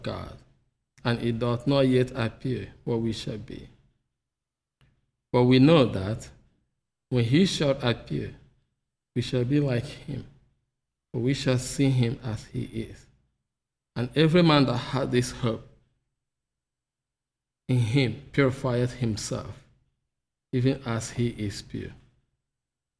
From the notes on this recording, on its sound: The Sunday service audio